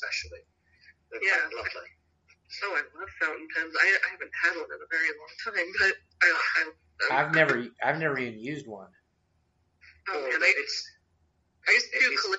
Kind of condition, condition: link, phone line